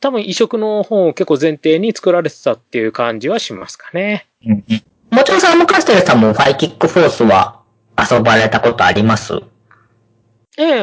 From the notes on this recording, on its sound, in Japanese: 今回は、回線の都合上、かなり音質が悪いですが、予めご了承ください。